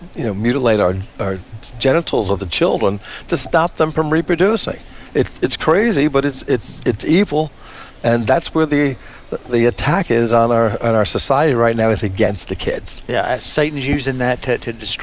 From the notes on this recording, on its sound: Today's episode was recorded live from the Man Up Conference. In Fort Mill South Carolina.